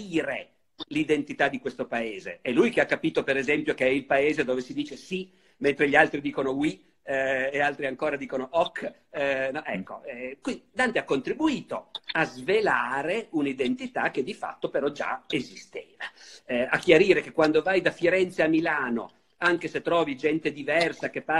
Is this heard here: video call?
yes